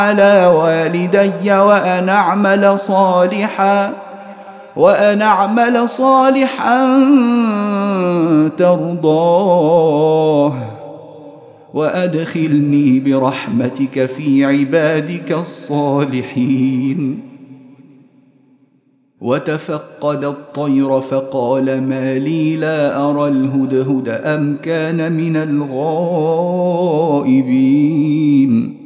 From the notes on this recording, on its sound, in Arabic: مسجل من صلاة التراويح بمسجد السلام بحي مشرفة بجدة.